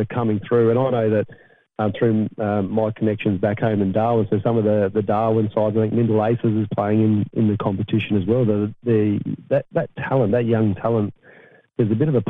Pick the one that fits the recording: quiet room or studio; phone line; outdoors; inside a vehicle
phone line